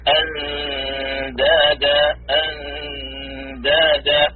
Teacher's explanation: ومقصود العلماء لا عمل للسان أي للخيشوم، الصوت الغنة الذي يخرج من الخيشوم ليس للسان عمل فيه، إنما هو صوت يخرج من الخيشوم